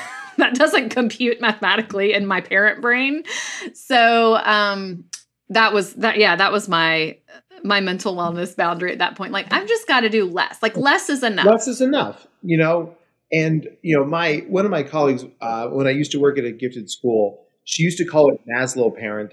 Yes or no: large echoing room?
no